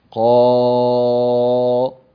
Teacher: هذا الصوت الذي هو صوت الألف مفخم الآن، لماذا؟ لأنها وقعت بعد حرف مفخم وهو القاف